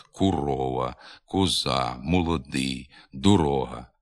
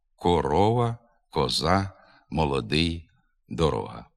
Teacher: Таке сильне укання невластиве для літературної мови. Голосний «о» в цих словах треба вимовляти без ніякого наближення до «у». · Shown in: second take